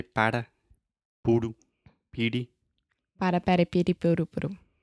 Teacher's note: your tongue is just t- touching the top of your mouth really, really fast, and it's just a quick little tap